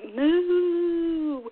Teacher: Just emphasize those vowel sounds and really, really exaggerate and make sure that you're kind of dragging that vowel out